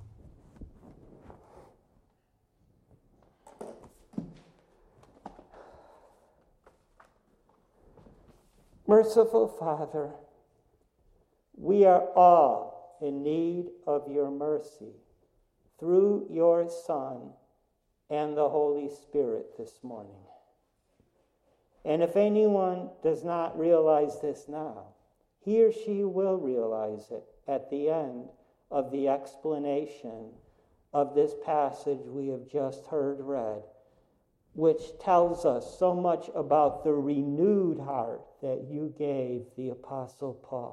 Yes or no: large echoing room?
yes